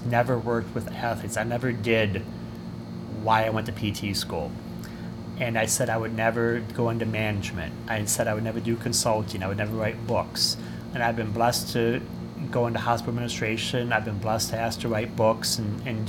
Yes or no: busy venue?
yes